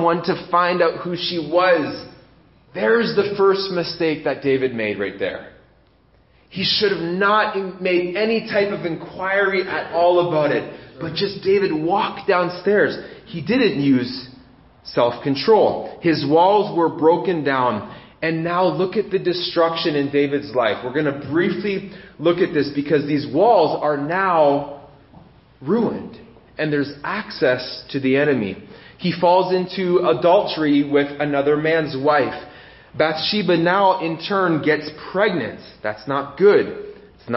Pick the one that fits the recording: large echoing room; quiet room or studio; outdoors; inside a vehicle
large echoing room